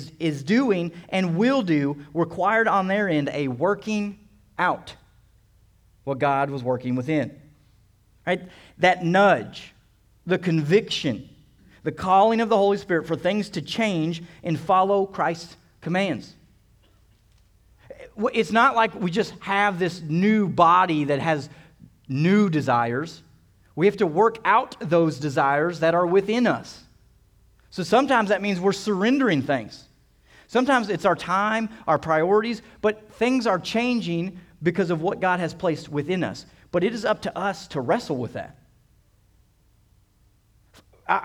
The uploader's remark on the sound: This sermon was originally preached at CCC on 9/3/23.